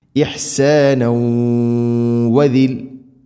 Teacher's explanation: ഇഹ്സാന ഇഹ്സാനൗ വ തൻവീന് ശേഷം വാവ് ഇദ്ഗാം ബിഗുന്ന. തൻവീനിനെ വ എന്ന അക്ഷരത്തിലേക്ക് കൂട്ടി ലയിപ്പിച്ചു മണിച്ചുകൊണ്ട് ഉച്ചരിക്കണം. ഇഹ്സാനൗ വദിൽ ഇങ്ങനെ.